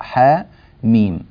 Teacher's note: فحا مد طبيعي بمقدار حركتين